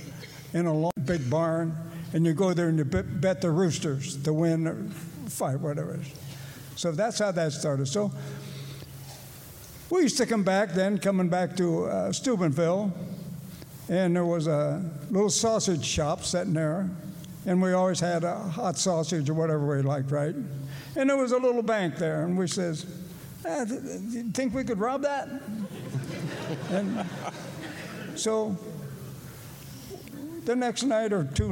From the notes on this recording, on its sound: Live recording of 2/9/24.